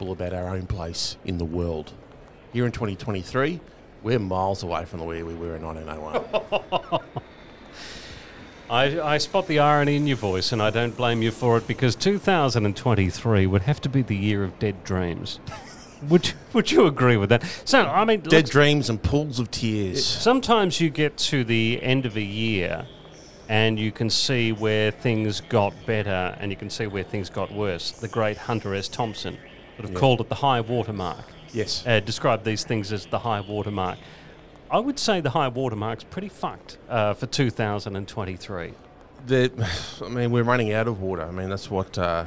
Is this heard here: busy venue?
yes